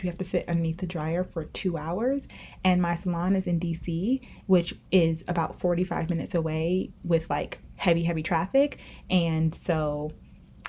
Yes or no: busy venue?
no